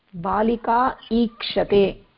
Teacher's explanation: बालिका इत्यत्र आकारस्य स्थानम् उच्चारस्थानं कण्ठः अस्ति, ईकारस्य उच्चारणस्थानम् अस्ति तालु, तालव्यवर्णः अस्ति ईकारः · Term: कण्ठतालु